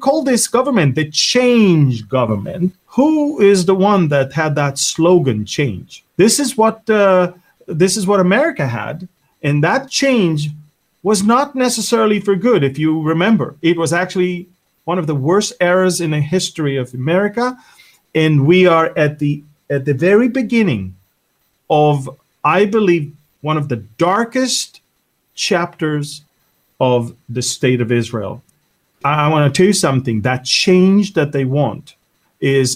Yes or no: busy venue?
no